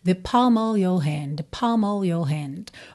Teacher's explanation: a gente nem tem esse of com som de OV mesmo. Ficou meio the palm of your hand, the palm of your hand, ok?